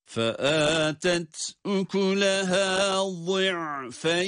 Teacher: Bu itibarla buradaki duruşumuzu meddilin olarak gerçekleştiriyoruz. Yani ya harfini cezimli halde uzatarak okuyoruz.